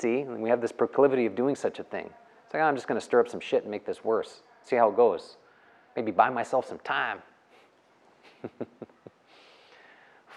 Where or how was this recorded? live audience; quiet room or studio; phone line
live audience